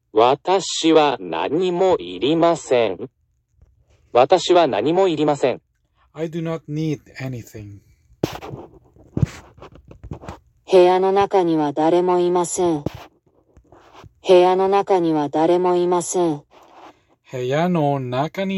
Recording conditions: poor sound quality